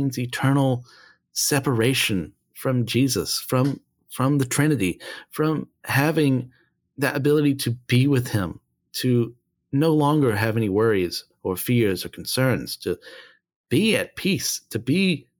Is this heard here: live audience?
no